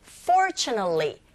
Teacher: t 사운드 자체가 아예 안 들리죠. 그래서 fortunately, nally, l, l, 이렇게 되겠죠.